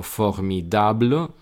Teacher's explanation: formidable recaería en la A, es decir, no en la O y por eso es abierta